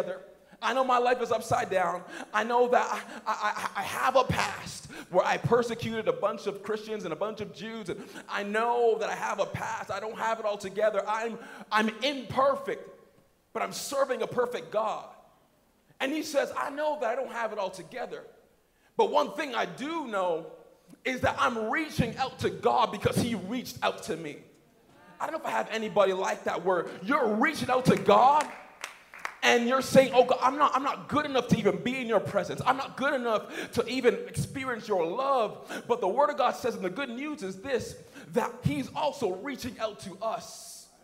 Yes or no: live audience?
yes